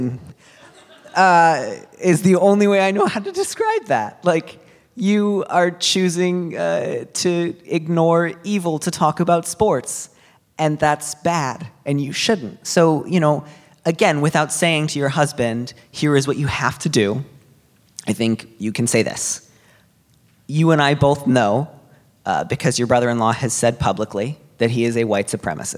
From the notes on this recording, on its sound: This week finds Dear Prudence live on stage at the Brava Theater Center in San Francisco. Questions from the live audience.